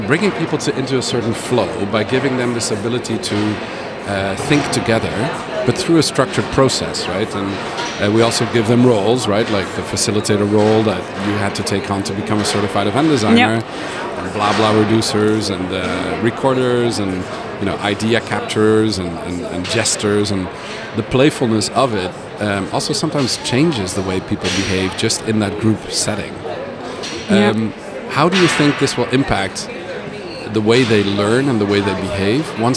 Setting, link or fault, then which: setting, busy venue